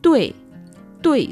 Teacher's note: Este tui está compuesta de la T y la vocal compuesta wey y está en el cuarto tono.